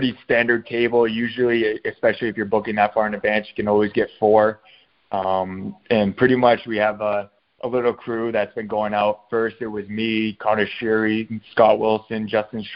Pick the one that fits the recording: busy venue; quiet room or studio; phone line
phone line